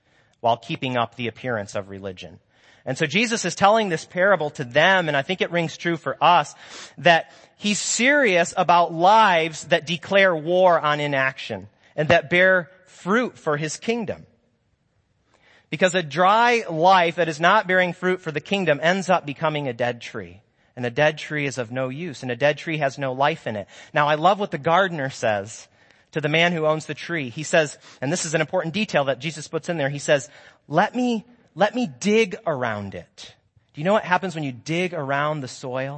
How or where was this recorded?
large echoing room